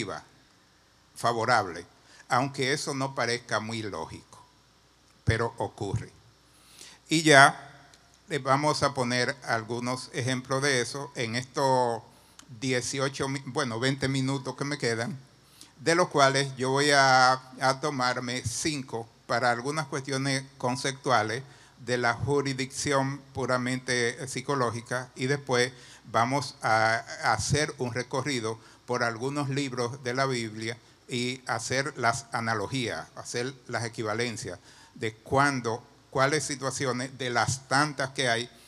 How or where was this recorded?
large echoing room